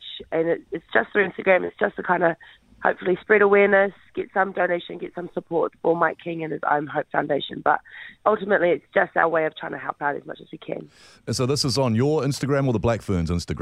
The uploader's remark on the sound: Is on the phone.